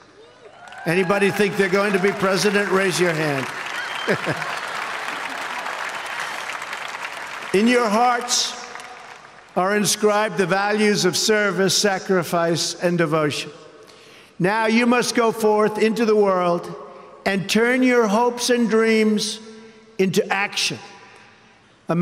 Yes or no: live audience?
yes